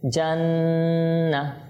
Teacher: প্রথমে মিম তাসদিদ গুণা হবে, এরপর নুন তাসদিদ এটা তো গুণা হবে